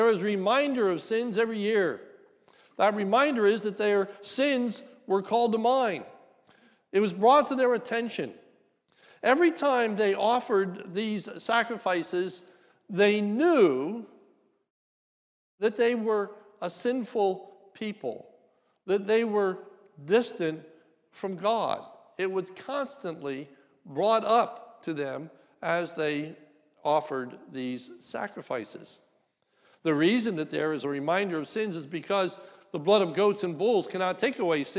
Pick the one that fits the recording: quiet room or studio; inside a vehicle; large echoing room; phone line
large echoing room